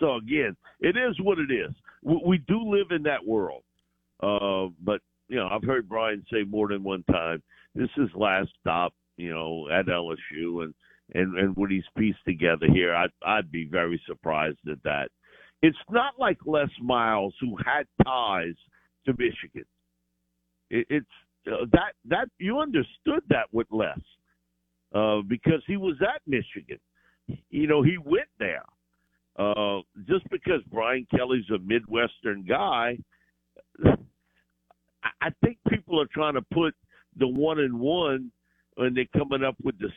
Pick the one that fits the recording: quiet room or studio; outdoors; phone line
phone line